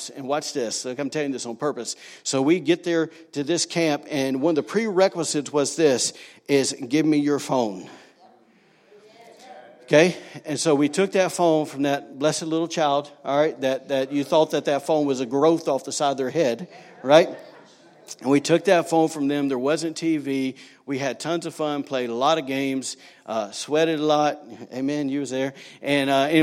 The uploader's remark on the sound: was recorded on Sunday, March 24, 2019, during service at The Anchor Church in Rockport, ME.